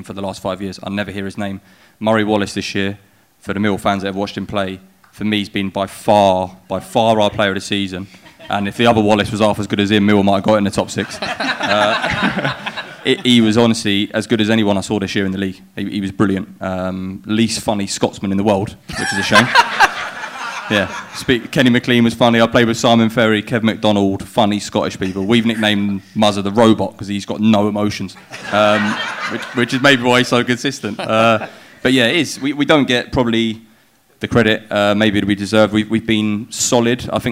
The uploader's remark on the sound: NTT20 Live Show Audio